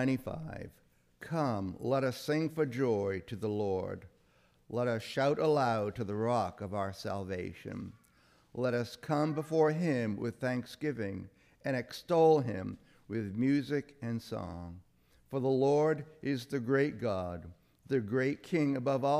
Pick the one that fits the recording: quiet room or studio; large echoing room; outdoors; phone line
large echoing room